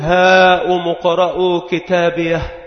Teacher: وهذه الهاء التي هي للوقف والسكت عندما تقف عليها تكون مهموسة كما هو معلوم في أحرف الهمس، فحثه شخص سكت فيقول هاء مقرأ كتابيه، وفيها من إخراج النفس راحة واستقرارا ما فيها، هاء مقرأ كتابيه، فكأنه وصل إلى المرفأ الآمن. · Term: هاء السكت